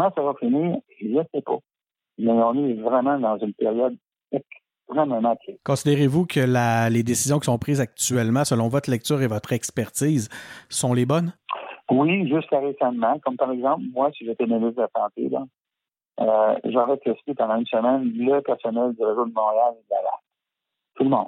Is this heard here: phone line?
yes